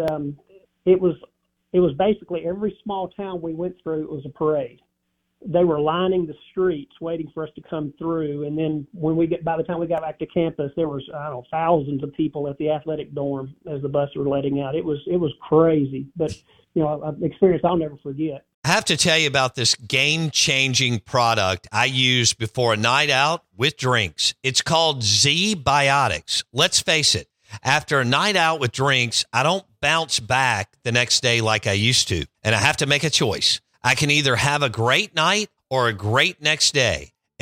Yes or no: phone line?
yes